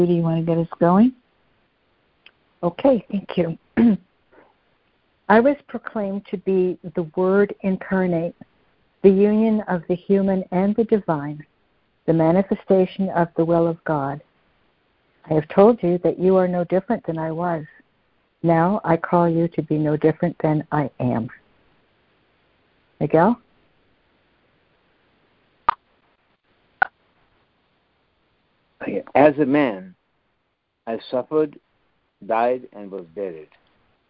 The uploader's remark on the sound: are joining together on a Free Conference Call